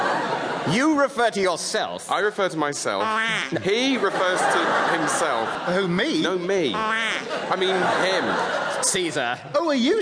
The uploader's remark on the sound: performing in front of a live audience